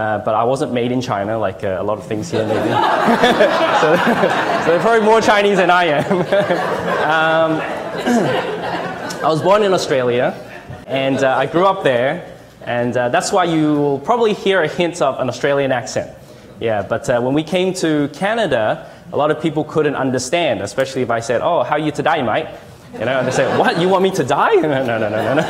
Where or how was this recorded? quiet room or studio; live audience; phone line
live audience